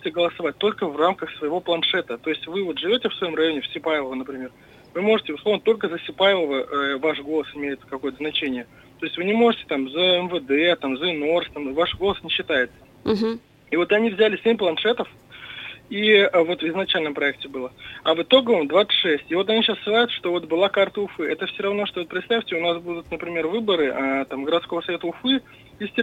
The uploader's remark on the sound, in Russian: По телефону.